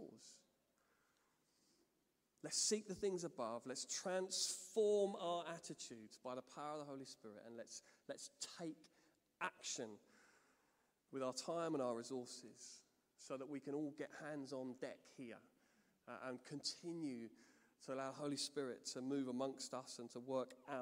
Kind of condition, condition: setting, large echoing room